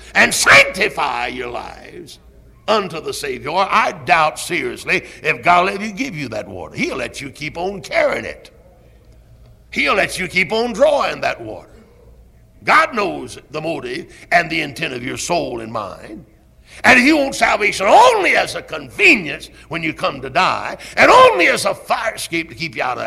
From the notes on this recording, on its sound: Originally preached at Tabernacle Baptist Church in Greenville, SC on June 24, 1973.